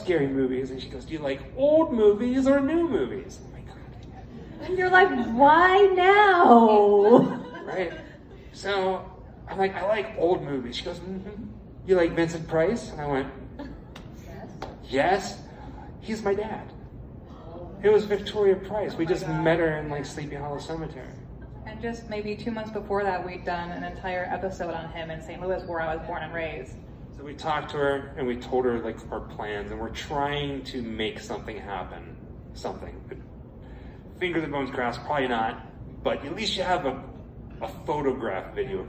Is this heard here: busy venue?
yes